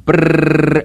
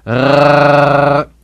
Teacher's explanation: make sure that in Scottish that the trill is coming from the tip of the tongue · Shown in: first take · brrr, and not from the uvula, rrr, as it does in German and some other languages and dialects. · Term: Scottish R